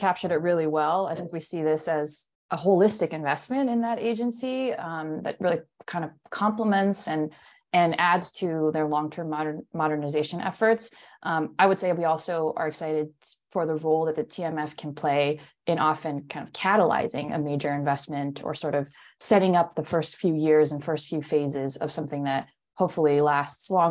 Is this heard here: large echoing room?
no